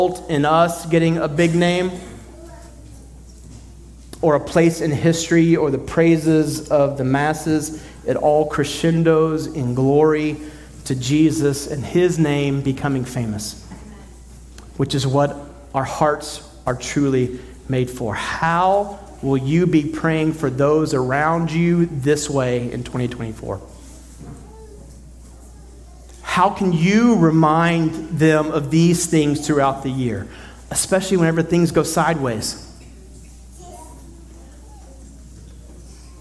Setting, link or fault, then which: setting, large echoing room